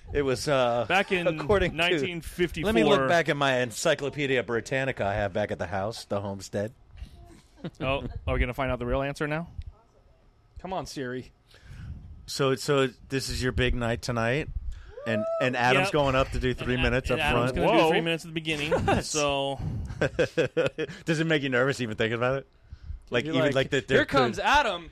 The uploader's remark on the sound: Recorded and shot on location at OFF THE HOOK COMEDY CLUB in Naples, Florida. The Pilot episode of this new podcast was recorded and shot on location at OFF THE HOOK COMEDY CLUB in Naples, Florida.